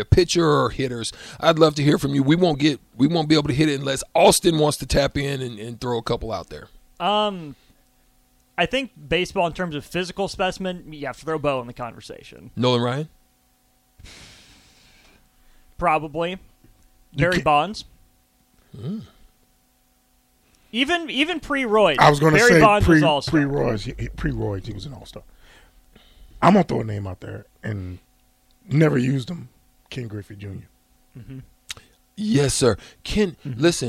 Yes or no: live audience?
no